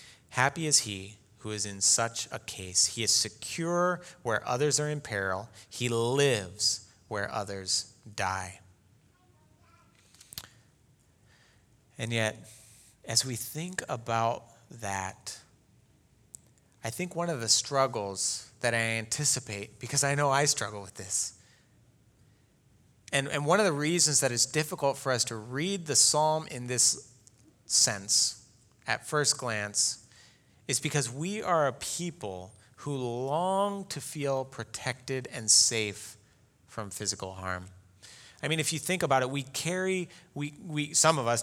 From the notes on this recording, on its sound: Delivered Sunday, July 19, 2020 at Woodridge Community Church (New Berlin, WI).